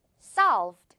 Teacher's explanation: 한 번의 발음. 그리고 solve 부분 좀 길게 끌어주세요.